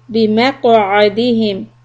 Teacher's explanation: bimaq'adihim, qaf sukun, little qalqala